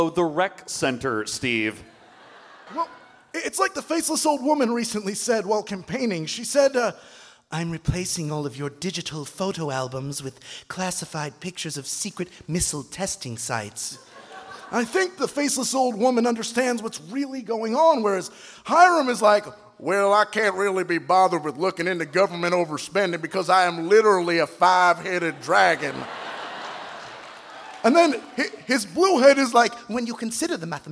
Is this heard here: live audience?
yes